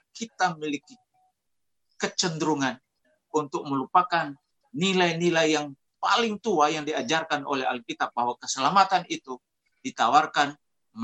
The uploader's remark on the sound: Tumoutou Imperium SDA Church Zoom Webinar